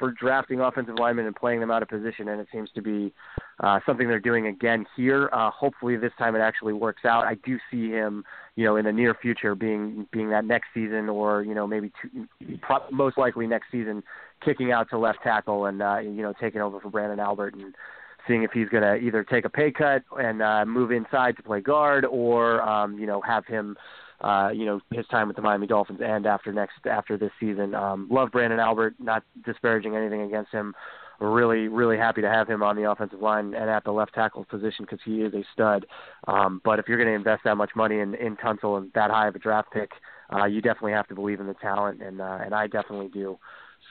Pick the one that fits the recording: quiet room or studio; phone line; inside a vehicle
phone line